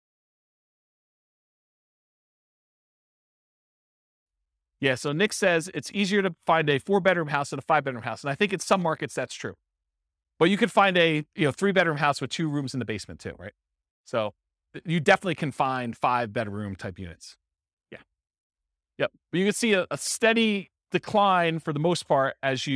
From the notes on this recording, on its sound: This was a live class recorded.